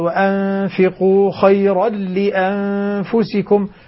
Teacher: ندغم التنوين مع اللام بدون غنة